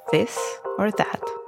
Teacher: Then there is th. Lick your front teeth for its voiced dental fricative, a slight lisp or hum